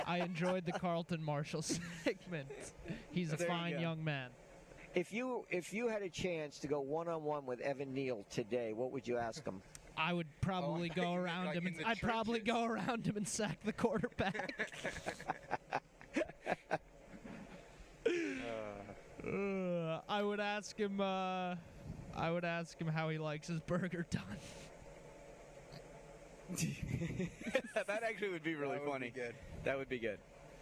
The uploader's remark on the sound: LIVE from McGill-Toolen for another edition of high school gameday!